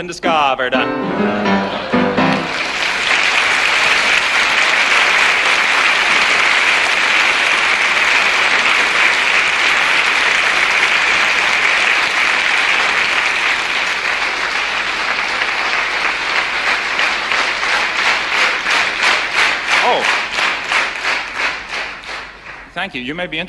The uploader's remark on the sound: LIVE FILM From Copenhagen in 1967. The recording is from Copenhagen, Denmark, in September 1967.